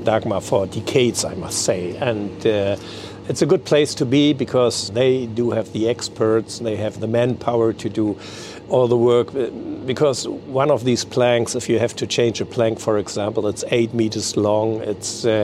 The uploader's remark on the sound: The DAGAMR AAEN has been in the "C.j.Skibs-og Bådebyggeri" shipyard in Egernsund/Denmark for a good week. Made themselves comfortable UNDER the Dagmar Aaen for the recording of this podcast episode.